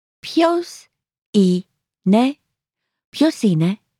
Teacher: Note the rising intonation.